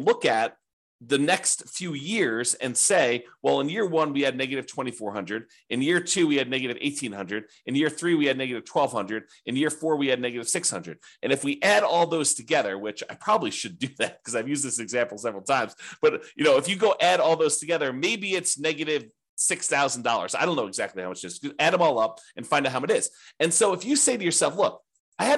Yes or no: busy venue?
no